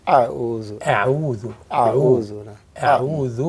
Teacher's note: يعني ما تفخمش الهمزة أعوذ مش لأن الهمزة مخرجها من أقصى الحلق والواحد لما نطقها يبتسم زي ما قالوا بعض المشايخ يعني هذه الطريقة حتى تخرج صحيحة.